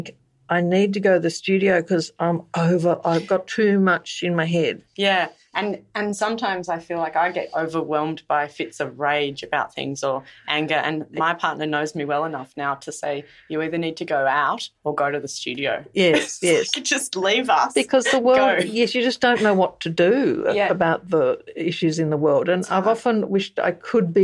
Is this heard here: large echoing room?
no